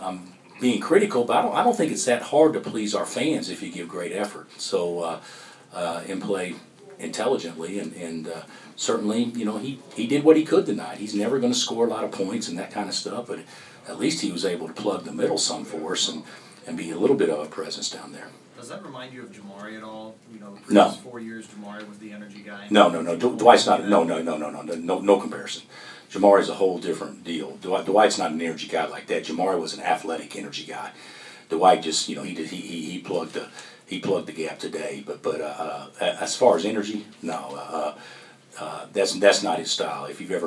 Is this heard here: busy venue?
yes